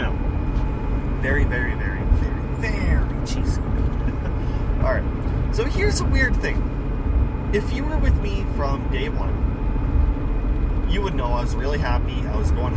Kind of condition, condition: fault, background noise